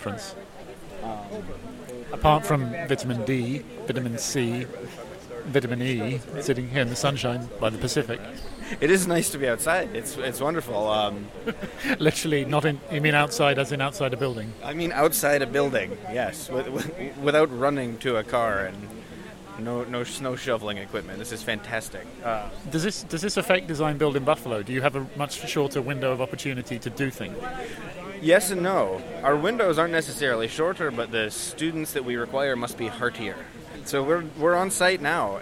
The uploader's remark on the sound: live from day one of NCBDS 32